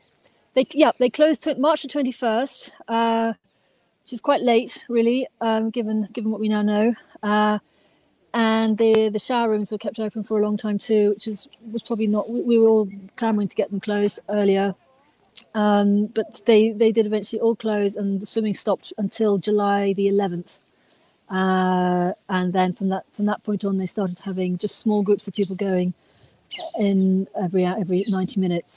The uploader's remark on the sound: live from Hampstead Heath